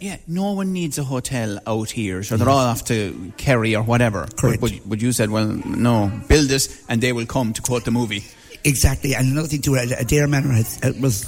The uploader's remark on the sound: Broadcasting live from Fitzgeralds Woodlands House Hotel & Spa in Adare